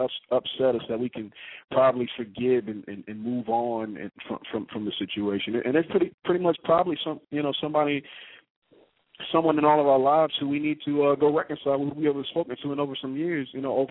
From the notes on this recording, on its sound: a veteran calling in LIVE from Afghanistan